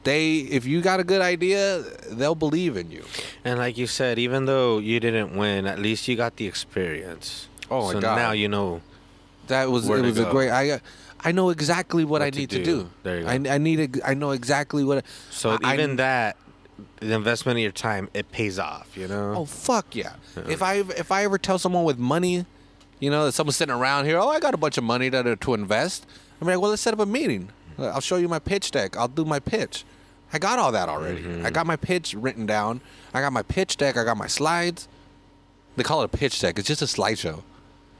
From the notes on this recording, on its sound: go to Alvarado Street to drink a record a podcast